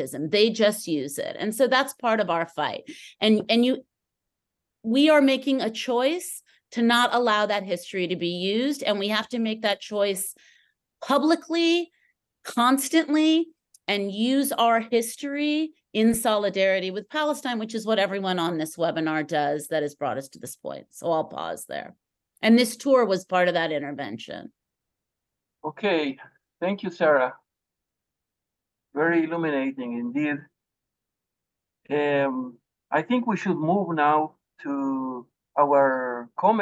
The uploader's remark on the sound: Hosted a webinar panel. Our podcast episode brings audio from that webinar, which featured an international panel of anti-zionist and internationalist activists.